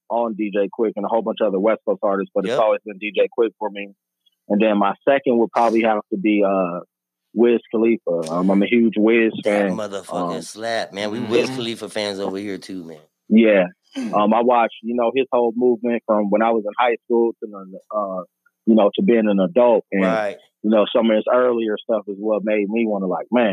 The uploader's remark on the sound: TAPS IN ON THE PHONE. FROM ARIZONA.